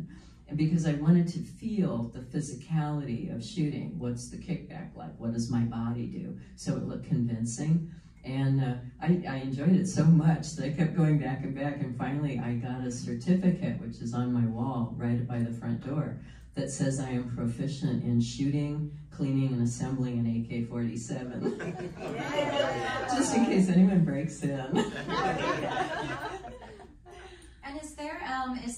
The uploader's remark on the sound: panel recorded at Days of the Dead Chicago on May 15, 2022